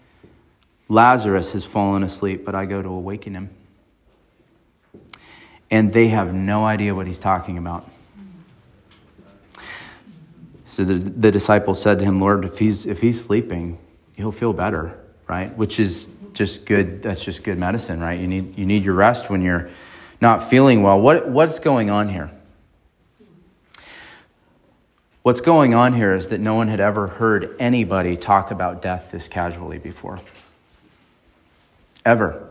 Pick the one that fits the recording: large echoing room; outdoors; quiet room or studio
large echoing room